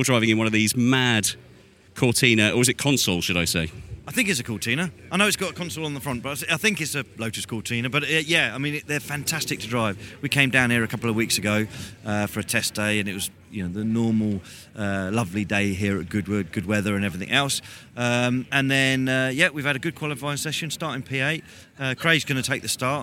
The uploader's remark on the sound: The Sounds of Goodwood Members Meeting 2023. Throughout the two-day event.